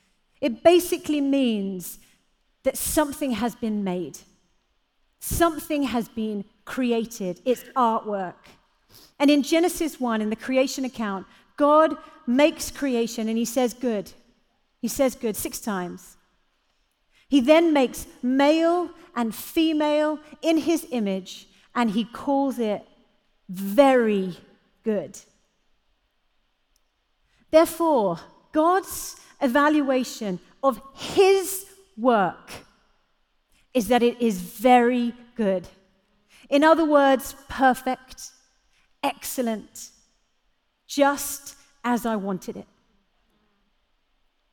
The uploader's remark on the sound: Live at The Orchard Conference 2022